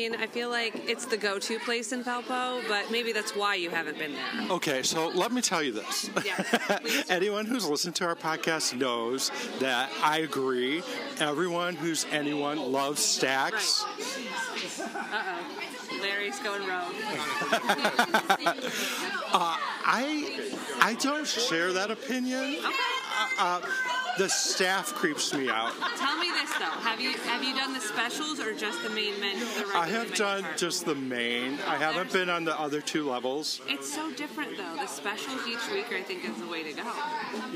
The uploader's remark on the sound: Live from Blue Moon Vintage Market